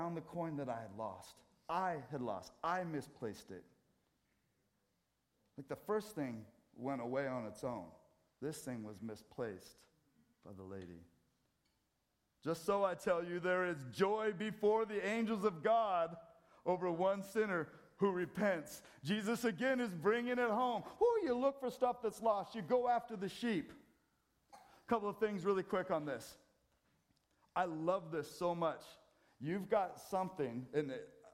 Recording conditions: large echoing room